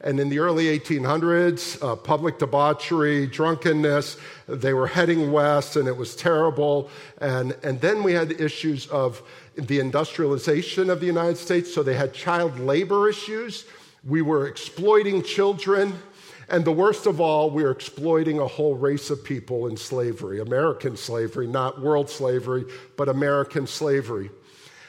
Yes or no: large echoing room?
yes